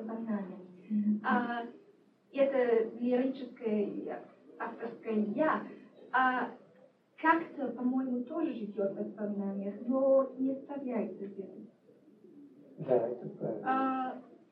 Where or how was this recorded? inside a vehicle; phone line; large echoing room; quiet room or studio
large echoing room